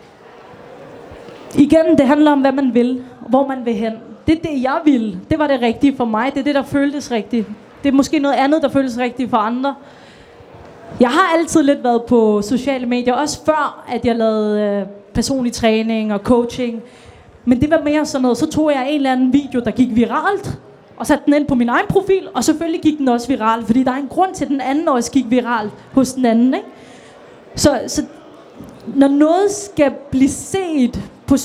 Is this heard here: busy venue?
yes